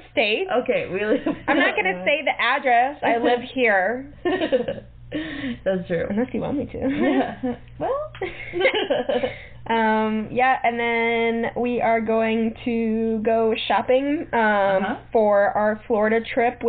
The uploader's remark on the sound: We had a little technical difficulty with our microphone this time around